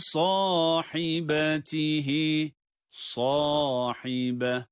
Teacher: sad kalın ama ha ince